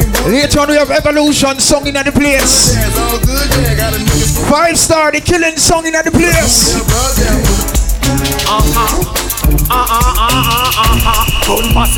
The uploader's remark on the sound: Unforgettable Live Audio From Inside Sit & Sip Lounge's Former Location.